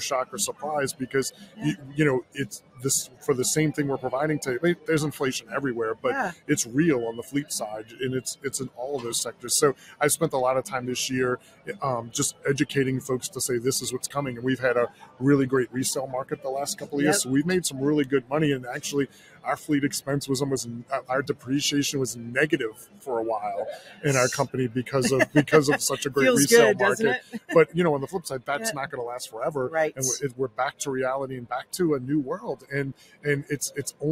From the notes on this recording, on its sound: Comes to you from NTEA’s Work Truck Week 2023 in Indianapolis, one of the industry’s largest fleet expos. The interview takes place in Knapheide’s booth on the show floor where they were celebrating 175 years in business.